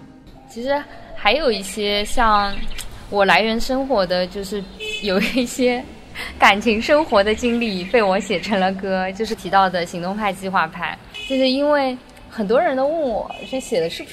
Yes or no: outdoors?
yes